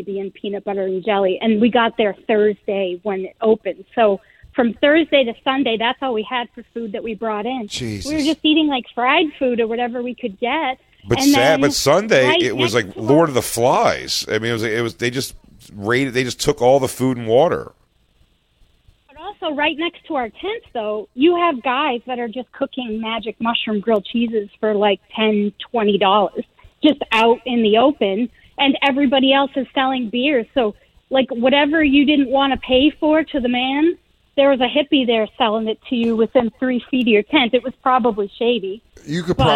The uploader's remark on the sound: The guys take callers who were at the infamous festival.